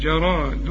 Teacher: عند الوقف على كلمة جراد قلقل الدال